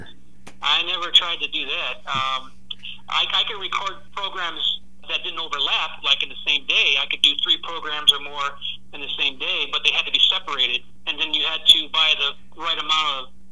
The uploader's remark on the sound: I also have a phone chat